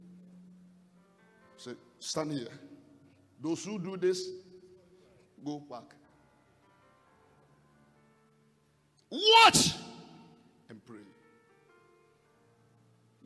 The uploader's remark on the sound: Preached in the first service on 23rd January 2022